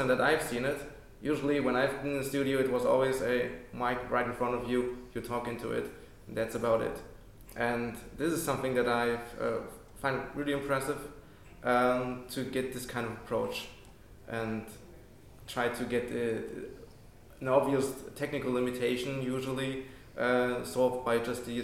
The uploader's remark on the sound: down at the AES Audio for Games conference in London 11-13th February 2014